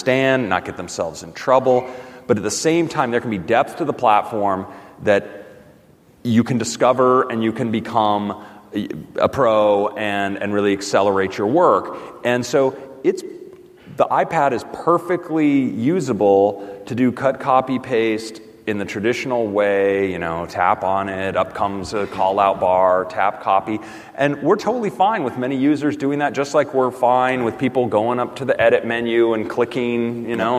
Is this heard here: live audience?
yes